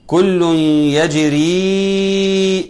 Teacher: الحكم بتاع كل يجري ادغام بغنة